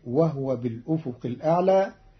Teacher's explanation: قرأ قالون كلمة وهو بالأفق الأعلى بإسكان الهاء، فتصير وهو بالأفق الأعلى، والضم والإسكان في لغة العرب.